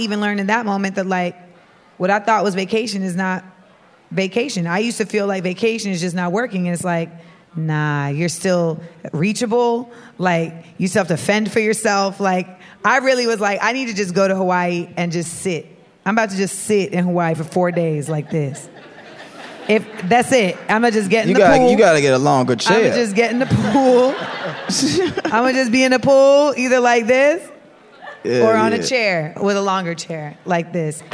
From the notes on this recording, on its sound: LIVE from Clusterfest! Coming at you from Clusterfest for the first ever live episode of Small Doses.